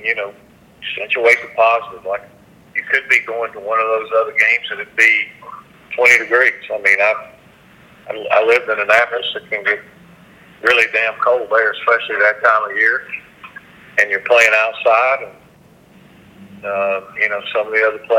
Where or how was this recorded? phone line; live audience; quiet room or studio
phone line